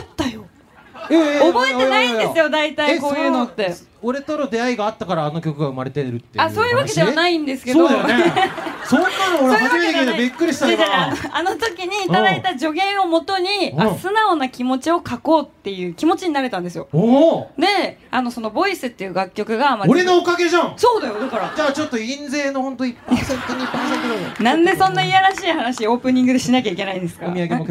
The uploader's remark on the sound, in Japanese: 公開収録！in東京スカイツリータウン。